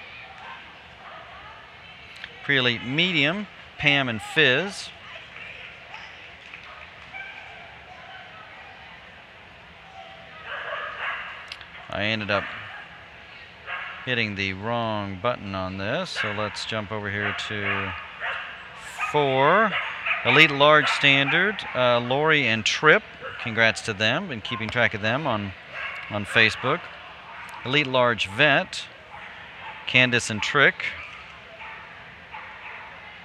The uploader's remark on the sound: Live at Franklin AKC, NADAC Champs